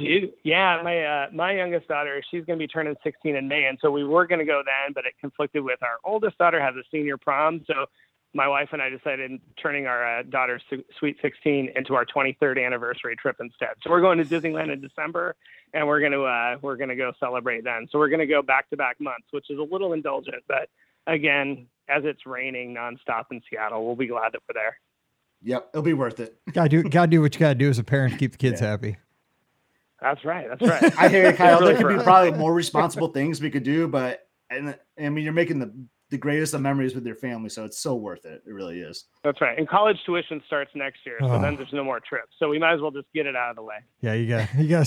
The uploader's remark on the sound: This is the Live Call-in Show from this past Sunday night, October 29, 2023!